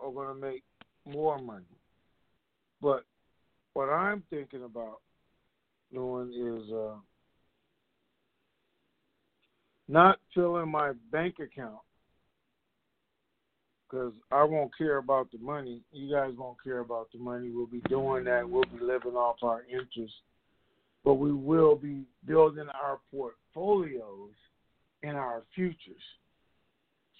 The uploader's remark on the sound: TNTSuperfantastic Conference Call.